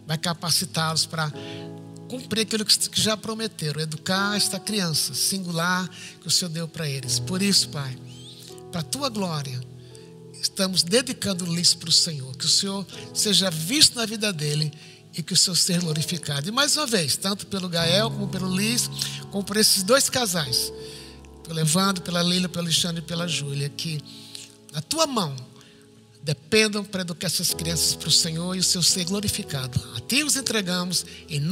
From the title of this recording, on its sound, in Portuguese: IBMorumbi Culto Ao Vivo